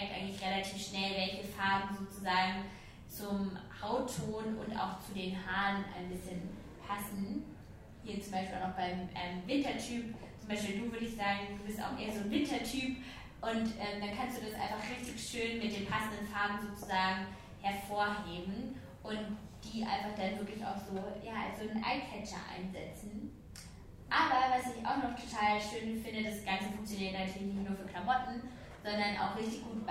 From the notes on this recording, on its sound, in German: Live Podcast. Zusammen mit den Google Pixel Studios* hatte ich nämlich die Möglichkeit, vor Publikum meine Ansichten bezüglich des Themas "den eigenen Stil finden" zu teilen.